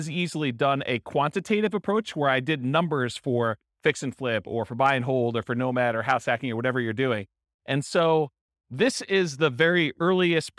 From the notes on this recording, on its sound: In Pasadena, California. This was a live class recorded to give investors a solid qualitative overview of all the different real estate investing strategies.